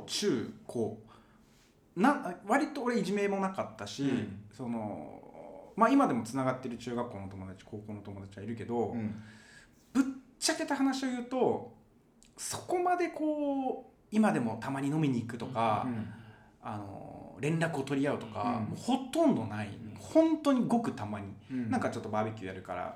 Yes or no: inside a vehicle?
no